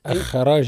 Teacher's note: حرف الراء مفخم لأنه متحرك بالفتح